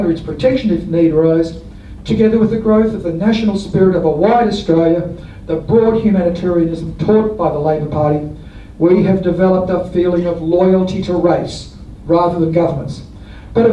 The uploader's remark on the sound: This talk was delivered as the Brisbane Labour History Society's Alex Macdonald Memorial Lecture 2023.